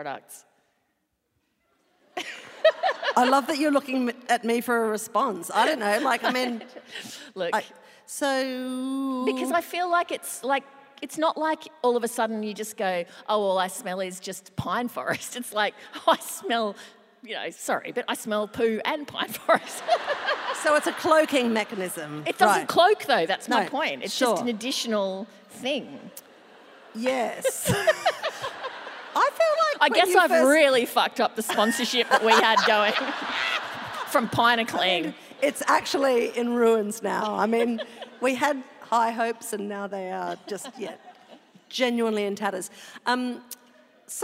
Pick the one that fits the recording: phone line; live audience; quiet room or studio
live audience